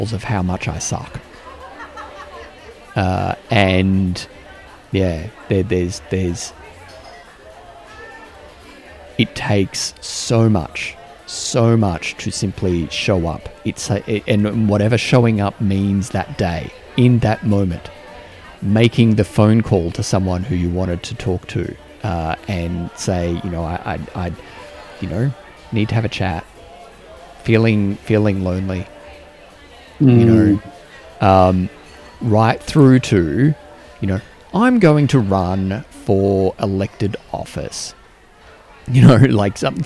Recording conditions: busy venue